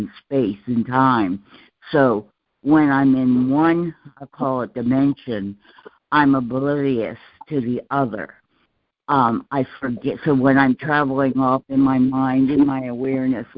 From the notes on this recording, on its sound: ACIM Daily Conference Call